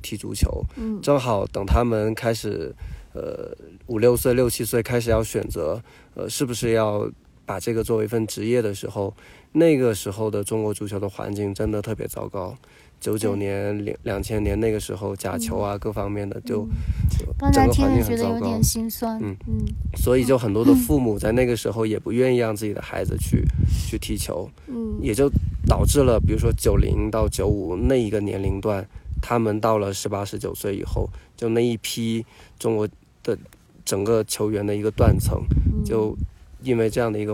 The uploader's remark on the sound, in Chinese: 这是我们在海拔4513米的波瓦山录制的一期节目。我们把前段时间在 稻城 休假时录的聊天内容分享出来。你会在节目中听到不时刮过的高原的风、路人的声音、野兔与山猪突然间的脑回路切换。